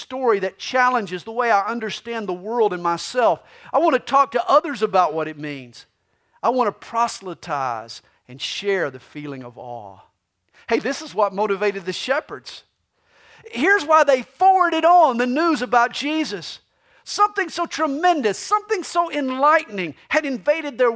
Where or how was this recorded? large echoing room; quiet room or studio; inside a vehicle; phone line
large echoing room